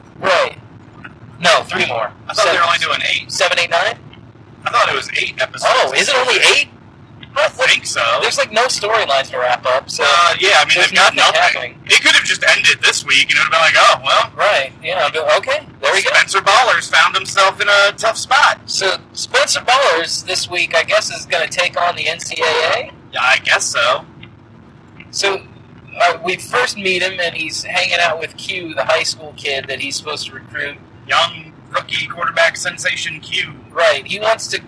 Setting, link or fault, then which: fault, poor sound quality